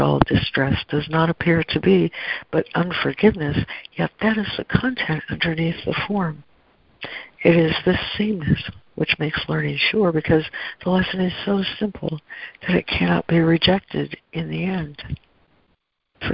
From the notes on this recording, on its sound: ACIM Daily Conference Call